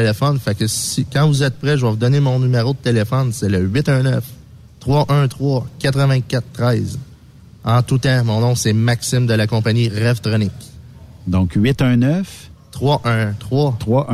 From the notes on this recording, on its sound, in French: En direct de Traction en tournée. Le directeur des ventes chez UAP Véhicules Lourds décrit cet événement qui regroupe de nombreux fournisseurs et clients.